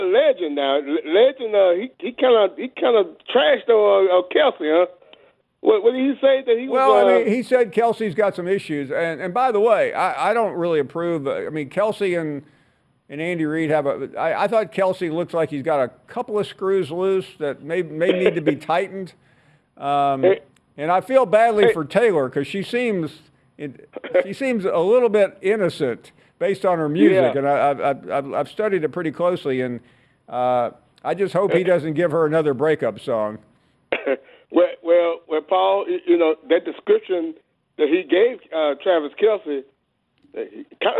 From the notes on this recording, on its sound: We wrap things up with more of your phone calls.